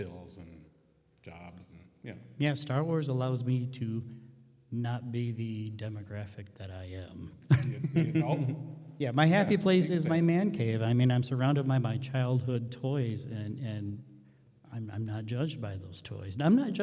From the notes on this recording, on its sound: HHP Live on the ECPCTV Stage. Live appearances on the ECPCTV Stage at ICCC 2023. Doing their live episode of the convention.